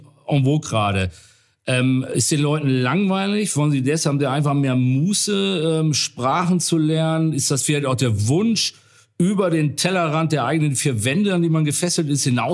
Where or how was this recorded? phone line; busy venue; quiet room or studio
quiet room or studio